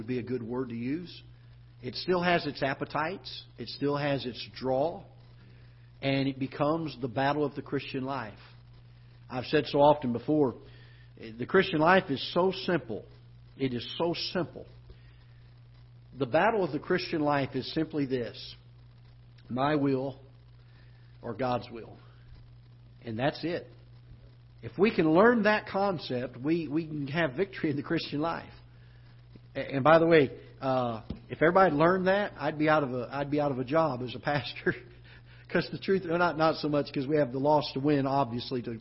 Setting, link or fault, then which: setting, large echoing room